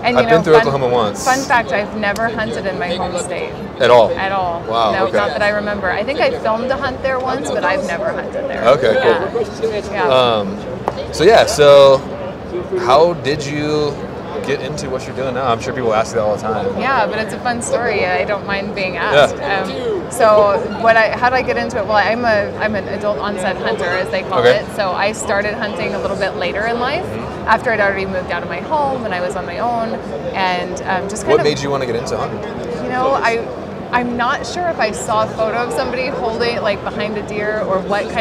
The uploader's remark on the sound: LIVE FROM HUNT EXPO VOL. 3. This is 3/4 of these live, in person podcasts from the Hunt Expo in Salt Lake City.